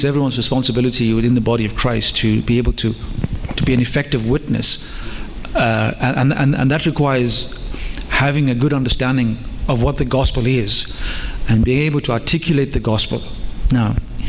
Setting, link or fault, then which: setting, live audience